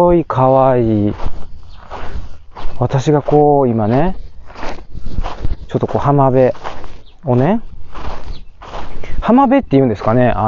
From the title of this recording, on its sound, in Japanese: 北海道の洞爺湖の周辺をウォーキングしながら収録を行っております